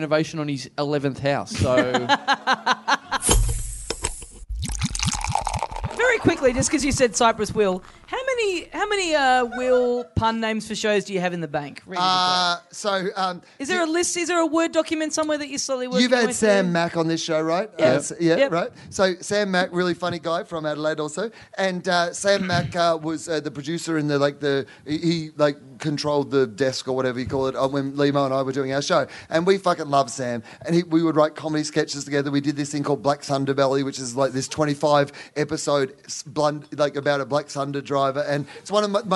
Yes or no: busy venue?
yes